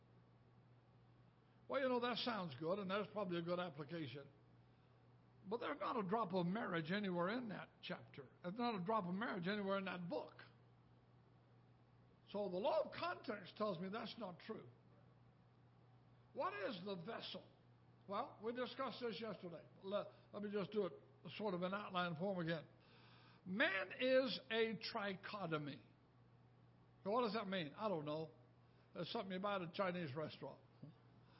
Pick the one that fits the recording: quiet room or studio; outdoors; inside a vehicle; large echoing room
large echoing room